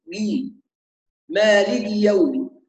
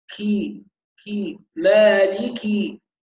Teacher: الكاف حرف مهموس، فعدم همس الكاف يؤدي بها إلى أن تنطق مثل نطق الجيم المصرية · Shown in: second take · جي مالك يوم، لازم نوضح همس كي كي مالكي.